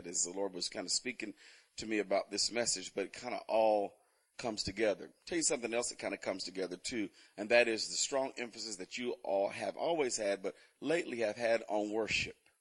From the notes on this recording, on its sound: Recorded on 2016-10-23 at the 08:30am Service, also the 3rd day of PT's 2016 Fall Conference.